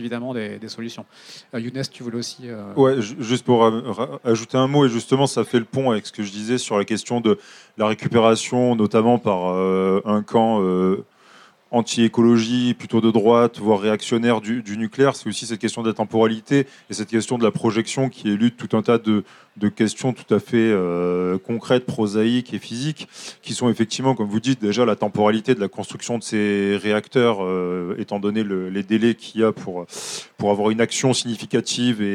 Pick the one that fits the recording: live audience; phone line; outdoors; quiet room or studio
live audience